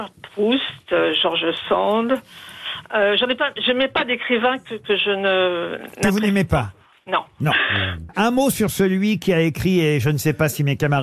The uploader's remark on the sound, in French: était au téléphone des Grosses Têtes ce 5 octobre 2023.